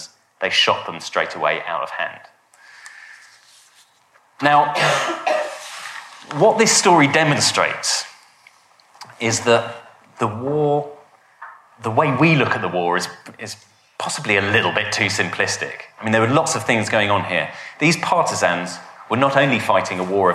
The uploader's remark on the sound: a lecture from our recent History Weekend